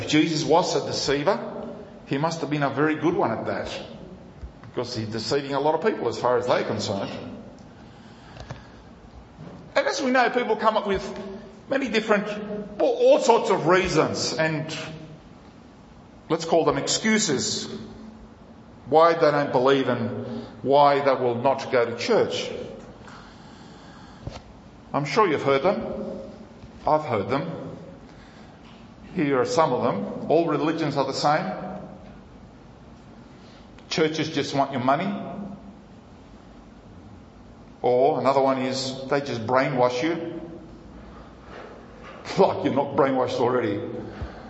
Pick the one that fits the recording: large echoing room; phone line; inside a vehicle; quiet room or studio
large echoing room